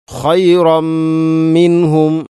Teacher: തൻവീനു ശേഷം മീമ് വന്നാൽ ഇദ്ഗാം കാമിൽ. പൂർണ്ണമായിട്ടും തൻവീനിനെ മീമിലേക്ക് കൂട്ടി ലയിപ്പിച്ചുകൊണ്ട് ഓതണം.